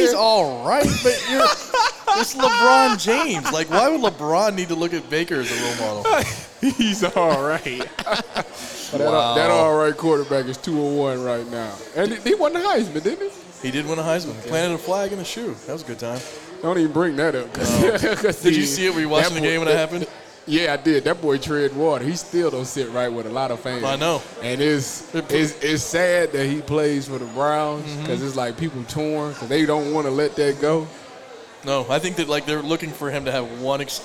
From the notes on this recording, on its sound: live Friday night recording from Buffalo Wild Wings, the official sports bar of Eleven Warriors